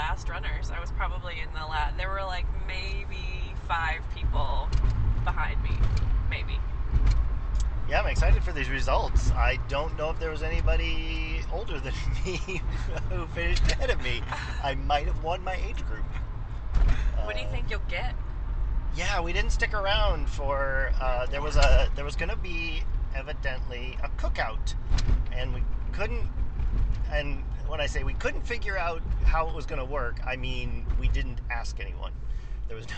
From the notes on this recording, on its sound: It's another "talking in the car on the way back from the race" podcast. We all ran the inaugural Super Sunny 5K in Burbank, IL, a benefit for Garden Center Services.